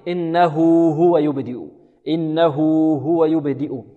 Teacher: هنا الواو تمد بمقدار كم؟ بمقدار حركتين